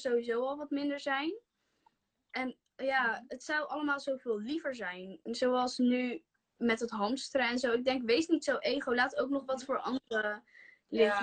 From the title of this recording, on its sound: Instagram Live